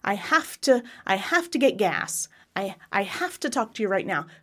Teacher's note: when we have that phrase, have to, after so many years, we've smashed it together, we've devoiced it.